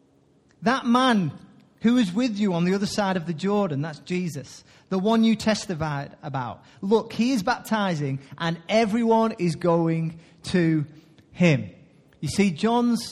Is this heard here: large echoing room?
yes